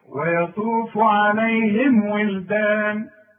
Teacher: بنقفل فيها الشفايف وما بنغنش · Term: اظهار